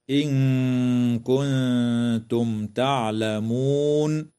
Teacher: تخفى النون الساكنة مع الغنة مرققة في قوله تعالى: إن كنتم، وتظهر الميم الساكنة في كلمة كنتم، وتنتهي الآية إجماعا عند كلمة تعلمون، والوقف عليها من قبيل الوقف التام.